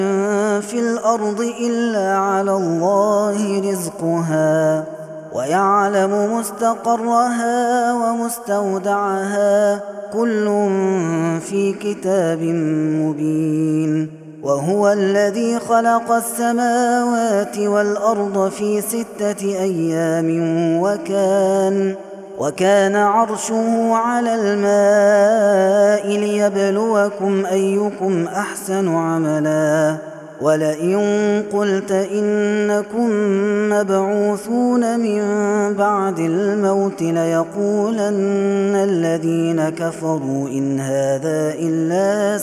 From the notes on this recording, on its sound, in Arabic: هذا التسجيل من صلاة التراويح.